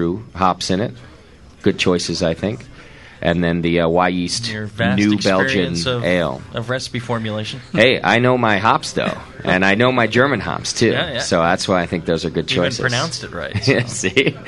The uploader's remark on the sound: To help celebrate the grand opening of Northern Brewer's newest Midwest location. Live show from the new store.